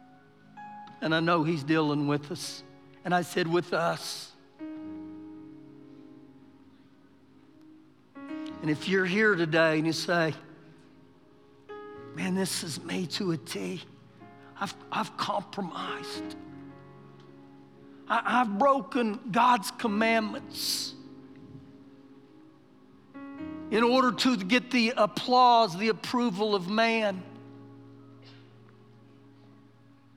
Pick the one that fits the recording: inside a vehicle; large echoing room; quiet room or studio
large echoing room